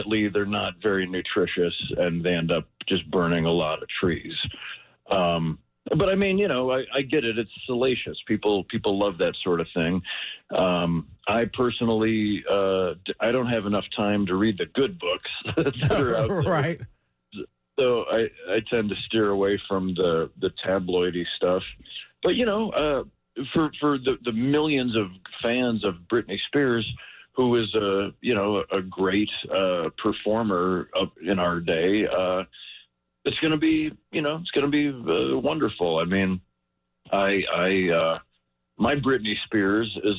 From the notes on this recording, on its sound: called